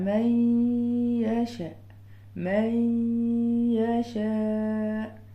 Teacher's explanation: احنا بنحول النون لحرف الياء ولكن معاها الغنه بتاعتها · Term: الادغام الناقص